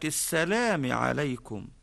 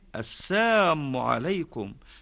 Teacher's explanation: ينطقوا بكلمة السلام عليكم بقولهم السام عليكم بحذف اللام · Shown in: second take